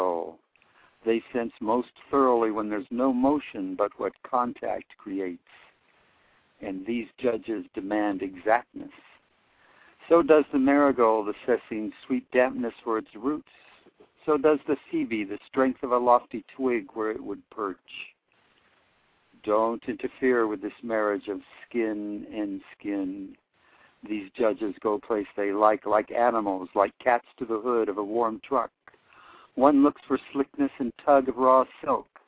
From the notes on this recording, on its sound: live callers from Oakland, CA, Washington, DC, Calabasas, CA, Sonoma, CA, Toluca Lake, CA and Poughkeepsie, NY